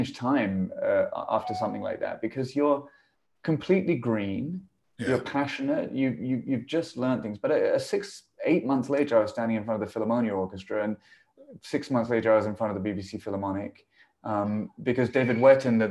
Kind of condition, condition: link, video call